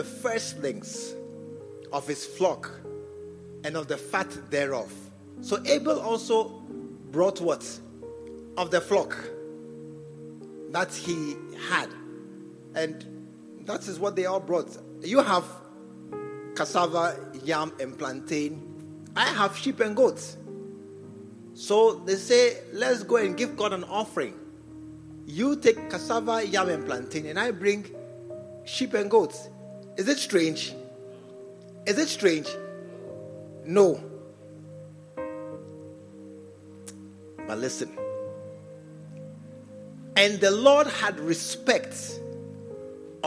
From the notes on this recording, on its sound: Preached at the True Vine Cathedral, Bantama